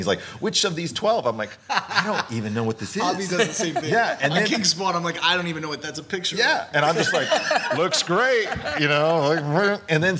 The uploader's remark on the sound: take questions LIVE from FanExpo Philadelphia 2023